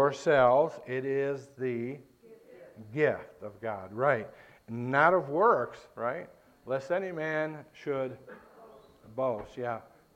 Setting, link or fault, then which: setting, large echoing room